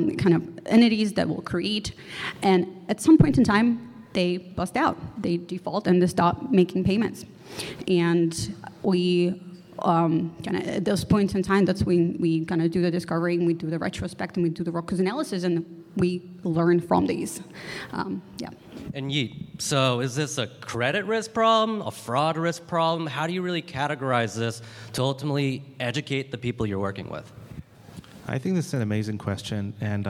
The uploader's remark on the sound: This recording is from Fintech Nexus USA held at the Javits Center in New York City. From the Fraud Fight Club Track, sponsored by Mastercard.